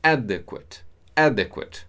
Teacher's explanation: So the emphasis is in the first syllable, in a, adequate.